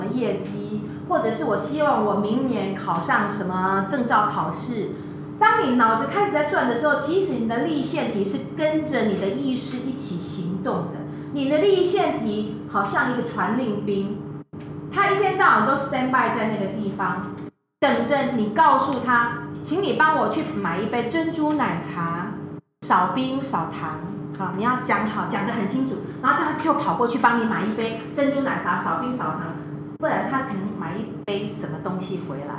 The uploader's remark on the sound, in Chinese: 也許錄音的品質不是最好的，請多多包容，但還是願與你分享。